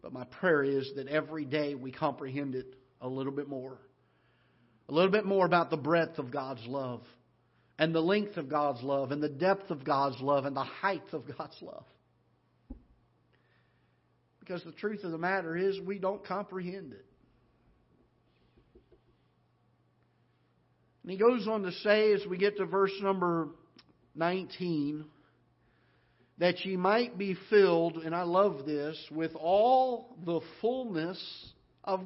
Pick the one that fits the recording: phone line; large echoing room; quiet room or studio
large echoing room